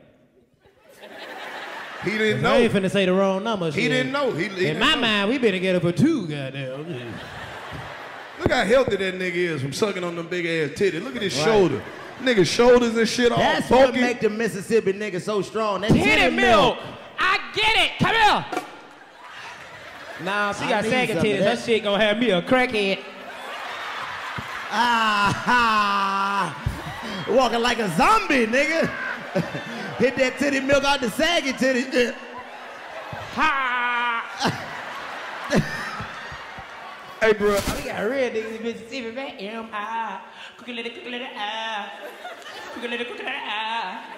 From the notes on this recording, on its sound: The Jackson Mississippi Comedy Special. They waste no time roasting the whole audience. Try to figure out why therr are so many black police officers in the building. The fellas break out into hood theater and go out into the audience looking for witnesses but Jackson ain't see shit!